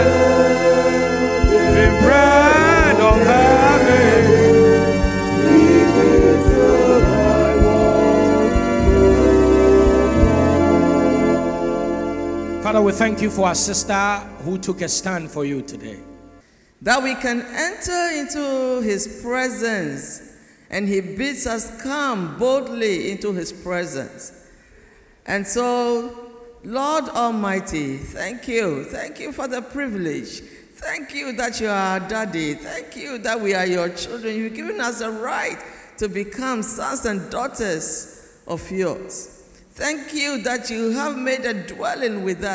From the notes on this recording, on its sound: Message preached at CBC Shiashie Campus